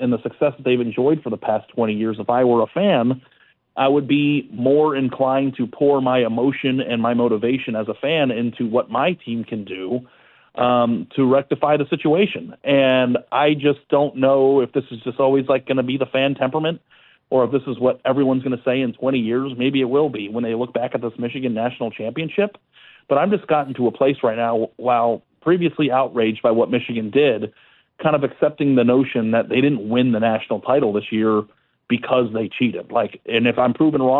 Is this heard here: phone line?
yes